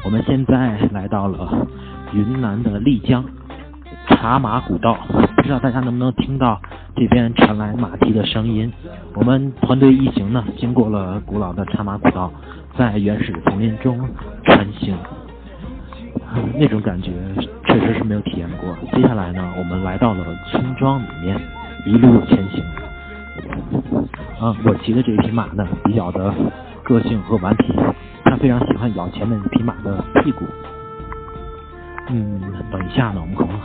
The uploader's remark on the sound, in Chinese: 在云南旅行时随机的感受。由于户外环境和设备限制，录音质量并不是很高。